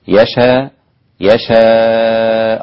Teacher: إذا وقفت تقف يشاء أربع حركات لكل القراء ما عدا حمزة وورش، ست حركات